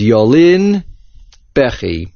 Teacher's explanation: There is no nasoig achor here. You would think that since bechi is stressed on the first syllable, it would push back the accent to the yud, but it does not.